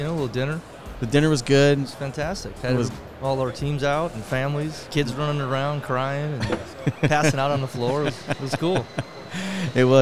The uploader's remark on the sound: This Episode was recorded live at the 2022 International Lineman's Rodeo Expo.